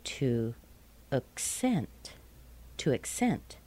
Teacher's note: in the verb form, you'll find that the first syllable is weak, and the second syllable is strong. The second syllable is the primary stress.